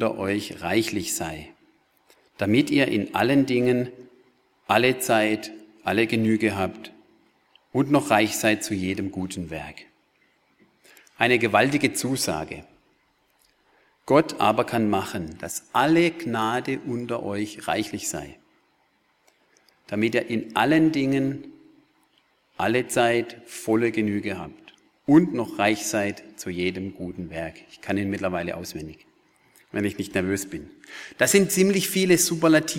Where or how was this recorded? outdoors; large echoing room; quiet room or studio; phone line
large echoing room